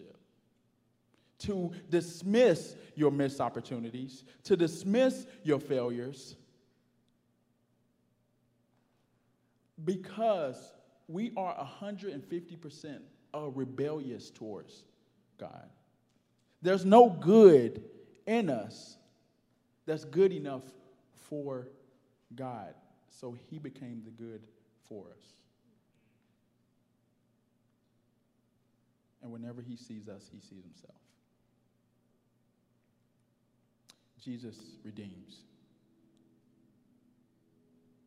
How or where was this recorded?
large echoing room